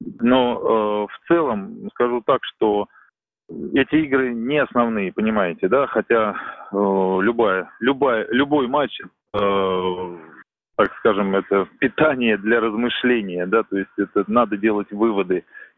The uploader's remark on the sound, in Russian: Из Швеции по телефону